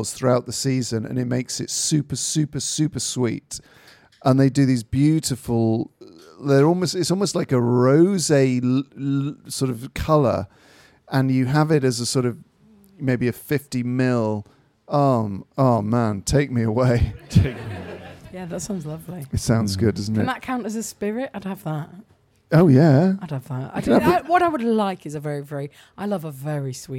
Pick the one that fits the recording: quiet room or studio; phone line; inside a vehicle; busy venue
busy venue